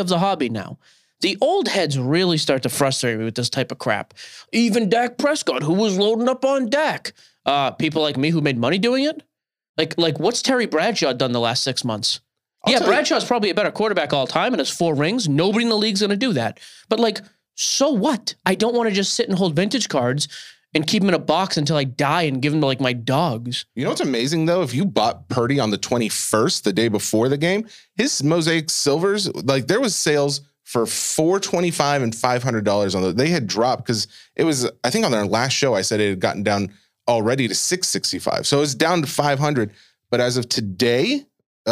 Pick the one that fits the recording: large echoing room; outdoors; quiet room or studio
quiet room or studio